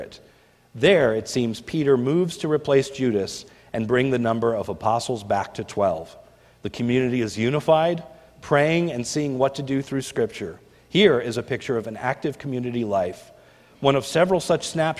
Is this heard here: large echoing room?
yes